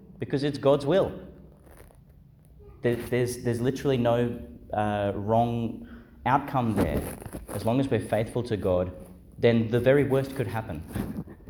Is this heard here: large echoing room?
yes